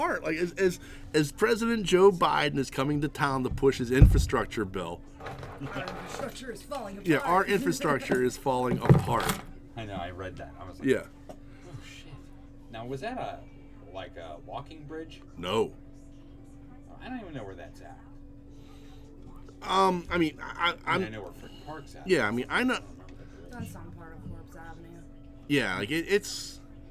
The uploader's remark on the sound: Live From The Nerd Korner. This week we are live at the Nerd Korner.